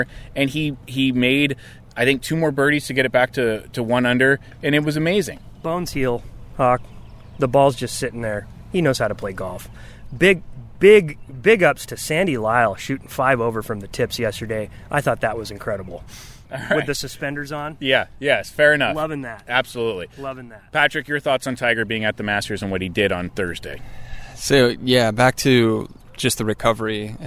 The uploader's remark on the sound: Live from Lake Forest GC! Their 9-hole Mustache Match live from Lake Forest GC.